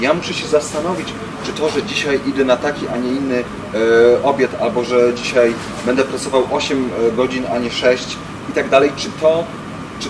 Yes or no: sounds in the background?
yes